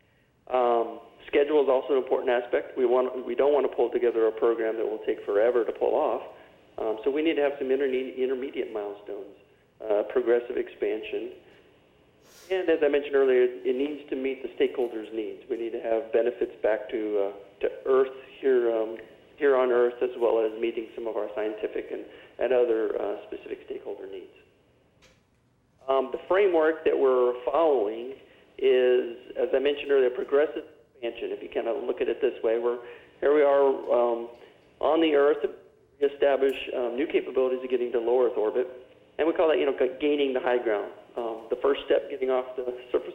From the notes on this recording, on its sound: Teleconference. Caltech Space Challenge: Architectures for Human Exploration of Near Earth Asteroids.